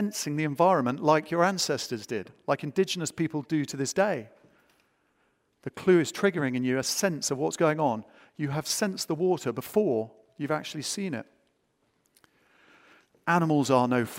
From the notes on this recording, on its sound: Recorded live at the Tabernacle in London's Notting Hill.